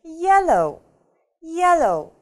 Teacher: Ударение падает на первый слог.